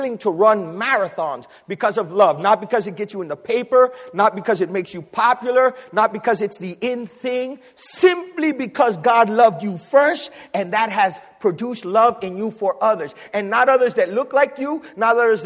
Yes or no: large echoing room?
yes